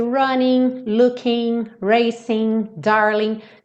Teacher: Nós já sabemos que o g final não é pronunciado.